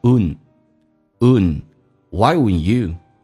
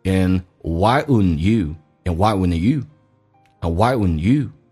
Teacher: wouldn't 这个单词 D 跟 N 组合在一起，经常老外喜欢把 D 去掉，形成一个鼻音